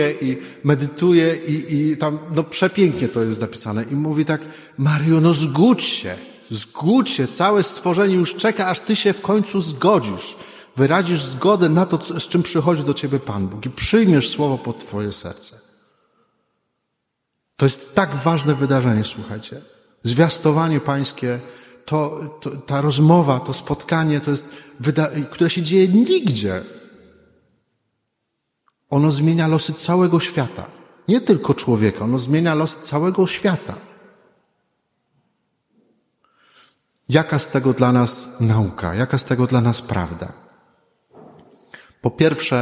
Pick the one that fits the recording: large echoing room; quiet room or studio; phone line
large echoing room